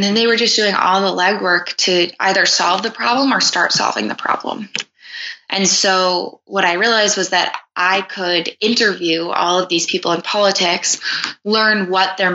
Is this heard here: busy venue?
no